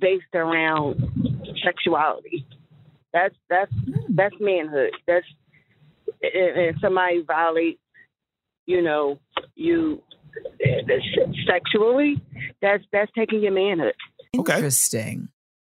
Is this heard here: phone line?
yes